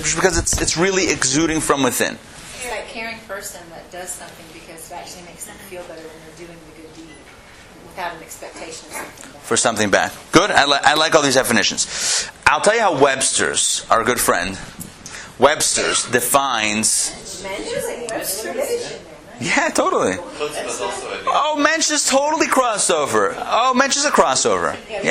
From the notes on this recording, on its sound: Recorded live at the Intown Jewish Academy